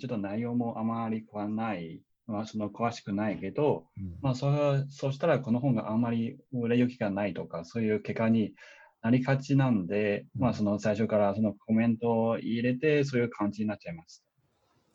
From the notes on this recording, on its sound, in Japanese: 久々収録で初リモート収録